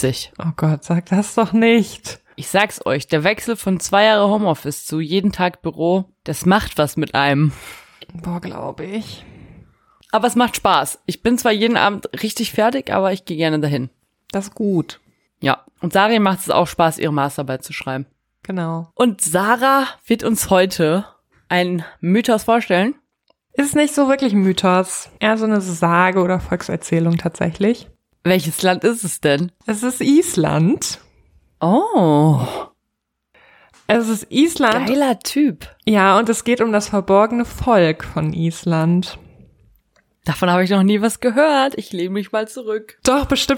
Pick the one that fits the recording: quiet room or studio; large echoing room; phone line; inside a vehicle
quiet room or studio